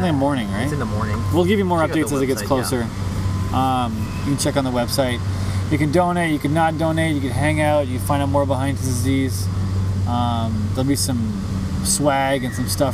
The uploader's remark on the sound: Podcast in the Park. Recorded in Coal Harbour.